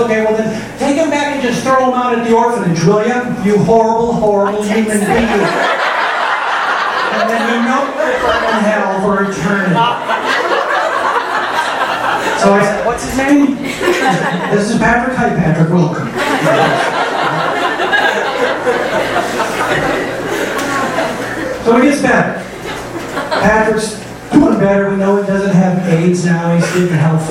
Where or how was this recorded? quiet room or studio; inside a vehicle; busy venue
busy venue